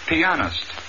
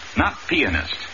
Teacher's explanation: not pianist, like peanut. Accent is on the second syllable. · Shown in: first take